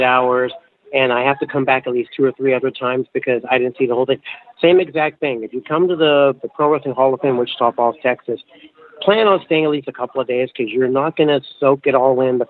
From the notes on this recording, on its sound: Live and on the scene at the Pro Wrestling Hall of Fame & Museum in Wichita Falls, Texas for the Big Hall of Fame Class of 2019 Induction Weekend festivities